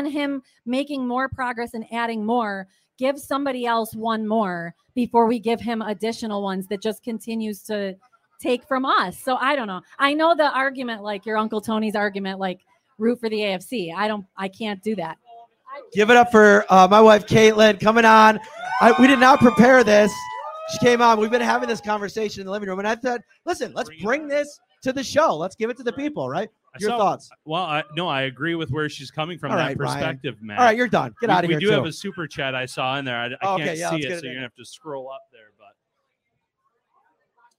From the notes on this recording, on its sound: Live tonight from Wingnutz Bar & Grill at 1402 Millersport Hwy. In Amherst.